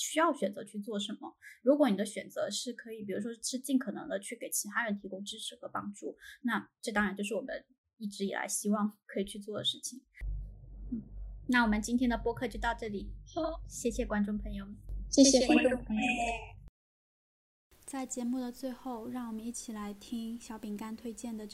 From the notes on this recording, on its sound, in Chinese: 由于录制原因，此次音频质量不佳，下次会做得更好，请见谅。